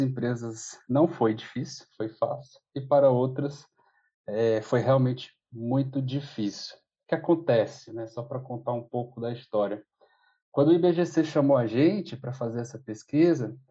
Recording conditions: video call